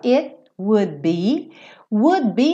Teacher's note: eu já tô fechando pro be, então esse D nem aparece